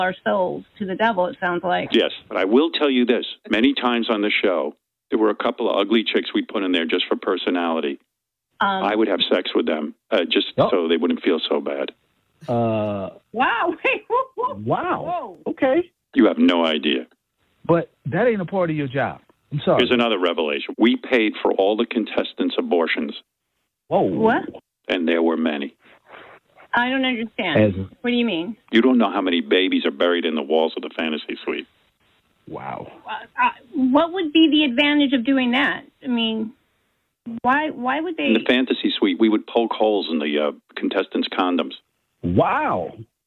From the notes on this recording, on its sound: Phony Phone Call